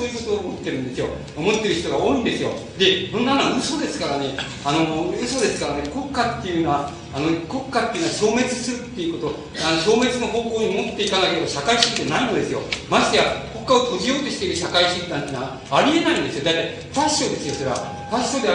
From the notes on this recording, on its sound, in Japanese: 音質：２。主催：自治労山口県職員労働組合下関支部 場所：下関市水産会館。音質はあまりよくない。